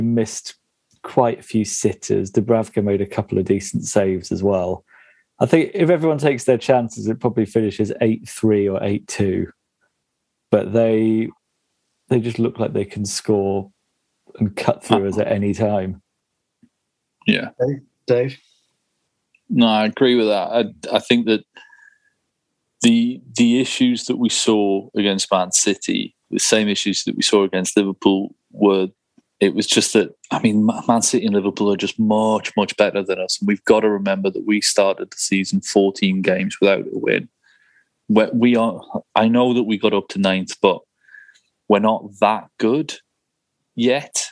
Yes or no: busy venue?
no